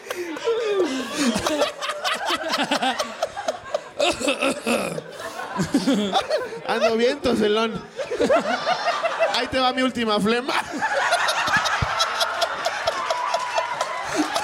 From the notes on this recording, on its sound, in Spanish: en este anecdotario en vivo desde celaya